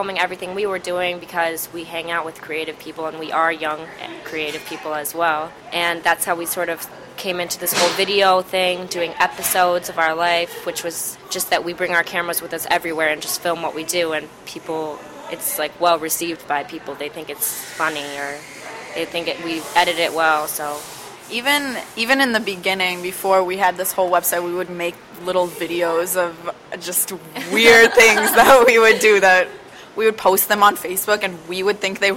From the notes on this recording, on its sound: In an interview recorded at a local cafe.